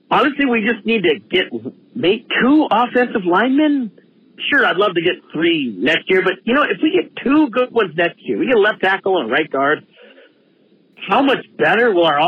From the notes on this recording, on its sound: Listen as fans call in, sharing their insights and frustrations.